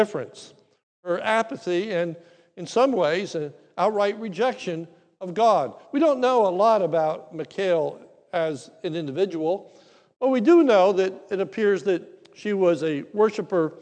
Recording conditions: large echoing room